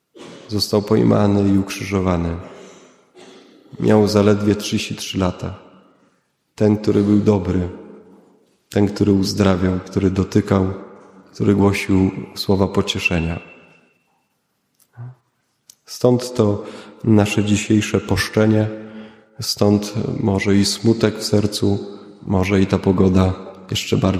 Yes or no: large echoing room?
yes